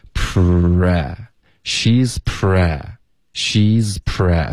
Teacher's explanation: 你爆破一个 p 要直接进入到一个 r 的这个音